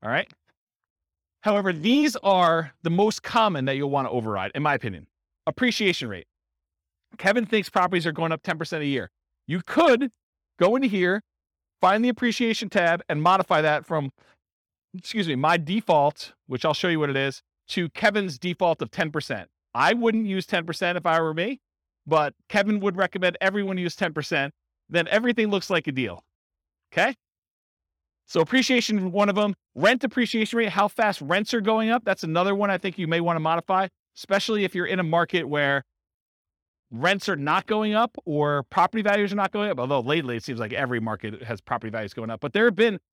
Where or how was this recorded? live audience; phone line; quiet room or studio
live audience